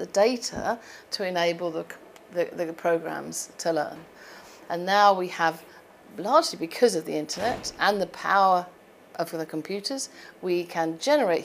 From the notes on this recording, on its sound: Recorded as part of World Summit AI 2018